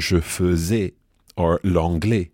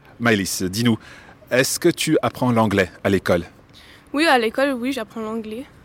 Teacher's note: in the south of France, you'll hear a sound that sounds more like the English pay or day or may.